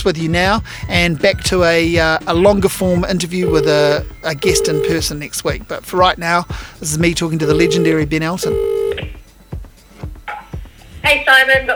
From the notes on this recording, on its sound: A brief phone conversation